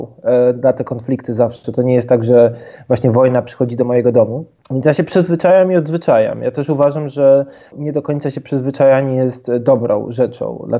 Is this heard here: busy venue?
no